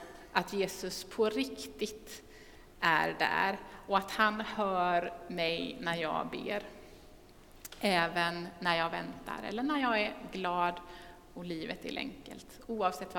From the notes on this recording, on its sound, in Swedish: Inspelning från Immanuelskyrkan Skövde.